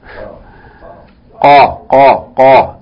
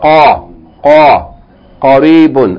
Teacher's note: So in the back of the throat, from the back, the last part of the tongue, just before you get to the throat. The end of the tongue before you get to the throat.